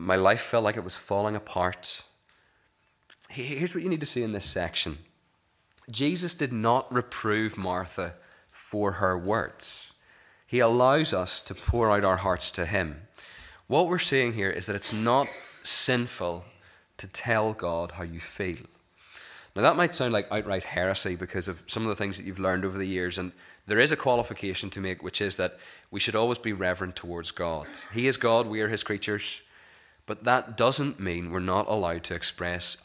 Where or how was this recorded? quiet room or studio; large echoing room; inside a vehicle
large echoing room